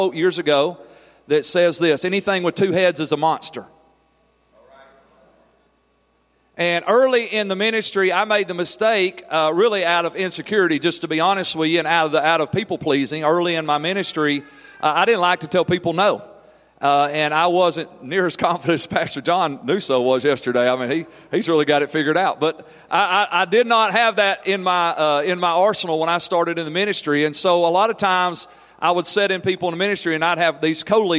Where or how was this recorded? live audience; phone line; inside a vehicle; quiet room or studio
live audience